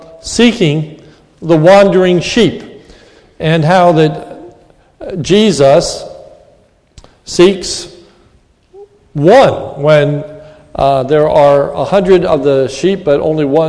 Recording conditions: large echoing room